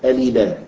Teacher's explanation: وحركت ما قبلها، اللام الساكنة تحرك بحركة الهمزة اللي هي الكسرة، يعني تأخذ الكسرة من الهمزة وتضعها على اللام فتكسر وتحذف الهمزة